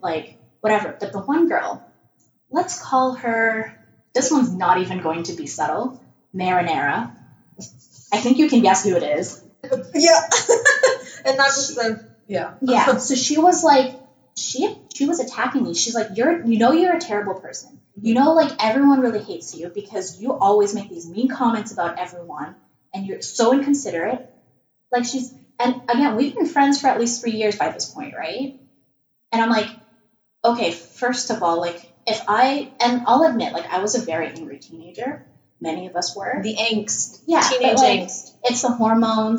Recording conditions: poor sound quality